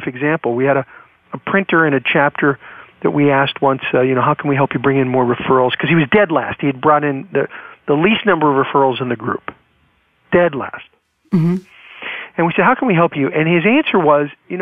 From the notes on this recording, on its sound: I am coming to you from Live Oak Recording Studio in Berkeley, CA. I am joined on the phone today.